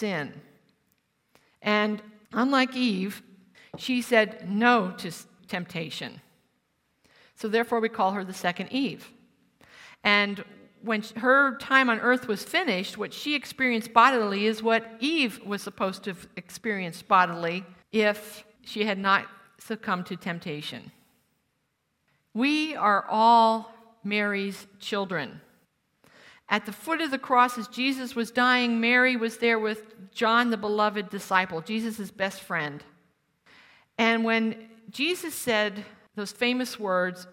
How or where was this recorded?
live audience